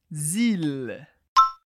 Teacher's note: a segunda parte é zil, com o som do L bem alto no céu da boca